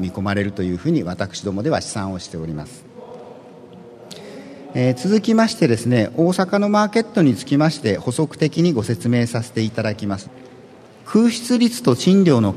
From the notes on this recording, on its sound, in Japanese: ２月２０日に東京証券取引所で開催した「J-REITファン2016」に登壇した。IRセミナーをダイジェスト版でお送りします。